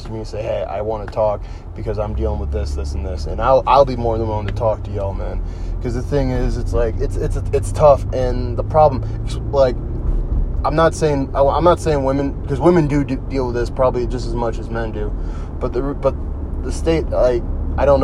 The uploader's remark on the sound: Driving home